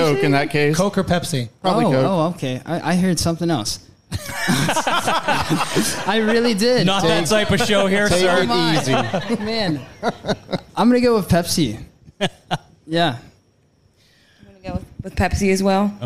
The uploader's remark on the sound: Live from the Love Local Courtyard Concert Series